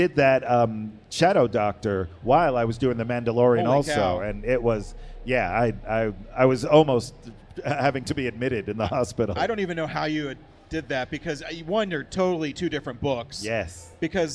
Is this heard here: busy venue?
yes